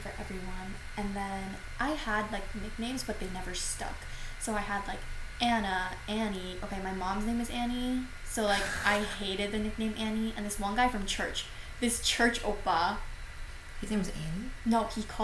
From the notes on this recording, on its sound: We promise the audio quality will be better next episode. Computer fan going off in the back.